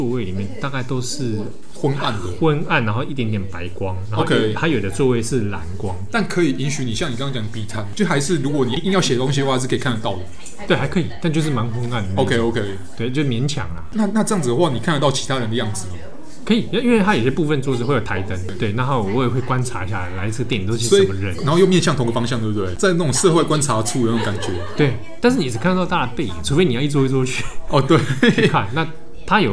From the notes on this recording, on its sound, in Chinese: 本集白噪音指數：北風級 4/5。錄音地點：直物文具 Café。